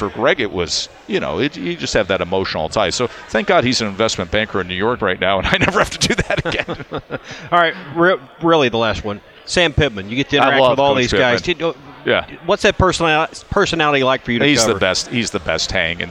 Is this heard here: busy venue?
yes